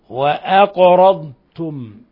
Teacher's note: القاف تقلقل لسكونها، والضاد لا تضغم في التاء وإنما يعني تظهر. وأقرضتم، ولا تقل وأقرضتم، وأقرضتم لا، وأقرضتم أض، وأقرضتم.